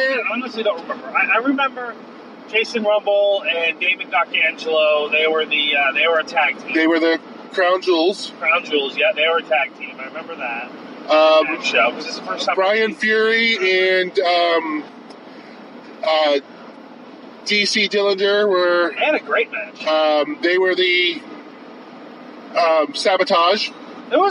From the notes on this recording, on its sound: Recorded on the road to and from Limitless Wrestling: Welcome to the Dance in Westbrook, Maine. On the way home we talk about the show itself.